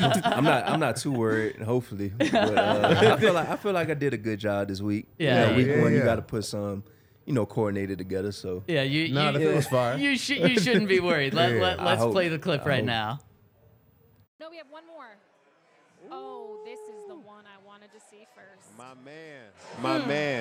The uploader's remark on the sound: coming to you LIVE from the DNVR Bar